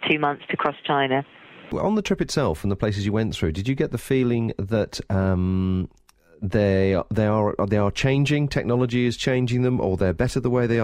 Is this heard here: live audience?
no